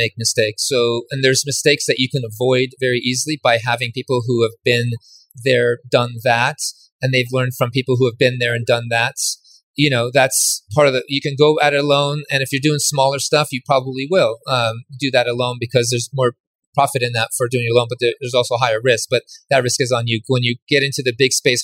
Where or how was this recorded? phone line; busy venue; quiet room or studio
busy venue